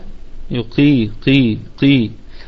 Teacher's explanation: القاف في أقل درجات التفخيم لأنها مكسورة